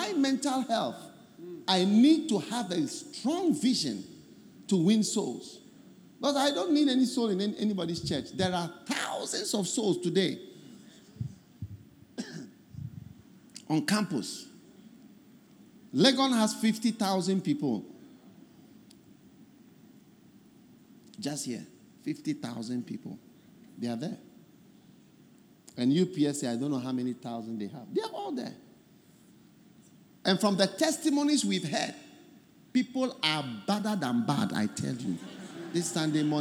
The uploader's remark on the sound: Preached At The First Love Centre, Accra